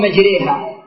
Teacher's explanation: فهي مجريها، فليس إلا هذه الكلمة في رواية حفص عن عاصم، فهي مجراها، مجراها ألف، ولكن أميلت إلى جهة الياء فيقال مجريها. · Term: الإمالة